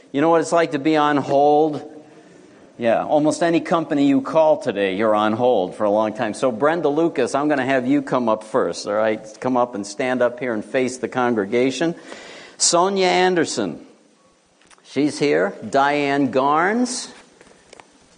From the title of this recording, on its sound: Morning Worship